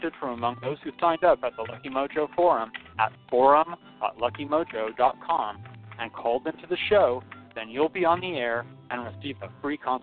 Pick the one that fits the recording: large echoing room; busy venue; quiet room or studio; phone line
phone line